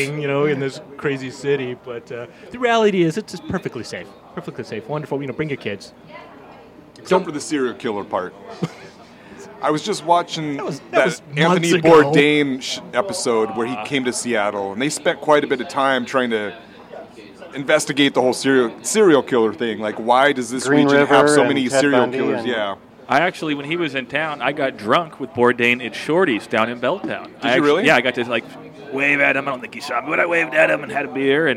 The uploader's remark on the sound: Recorded live at Duchess Tavern in Ravenna where belligerent Huskies and an occasional mass murderer are known to hang out. Recorded live at Duchess Tavern on 01/02/2022.